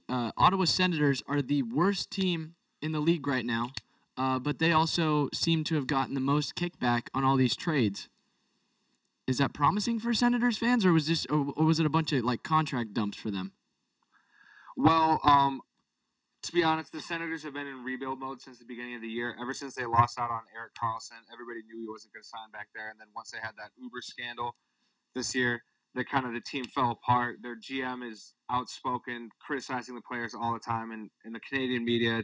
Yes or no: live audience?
no